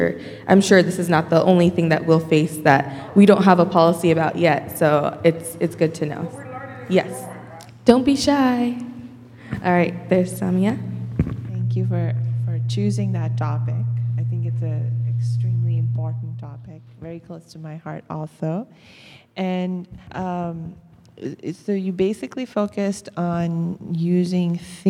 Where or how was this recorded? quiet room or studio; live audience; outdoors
live audience